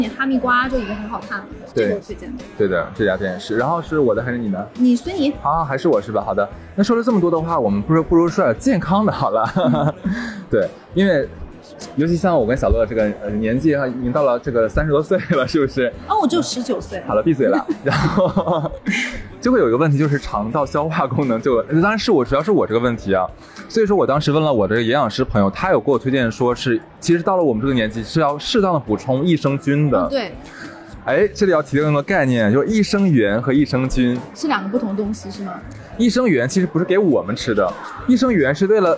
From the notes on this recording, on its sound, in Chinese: 这一期是跟粉丝1月2号在线下一起录制的，背景有些嘈杂。第一次跟粉丝面对面互动。大家围坐在一起聊着好吃好喝。